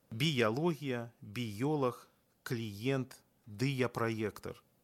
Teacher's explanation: Адпаведна, мы вымаўляем трыа, токіа, сальфеджа. Спалучэнні галосных іо, іа і э ў сярэдзіне слоў не характэрныя для беларускай мовы. Таму ў словах з такімі спалучэннямі узнікае устаўны гук «й».